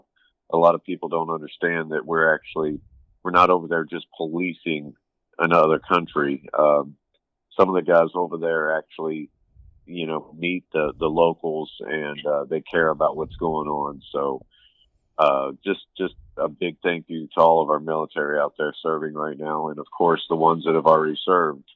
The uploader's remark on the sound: Phone conversation.